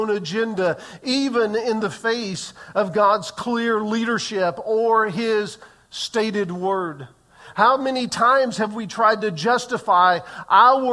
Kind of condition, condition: setting, large echoing room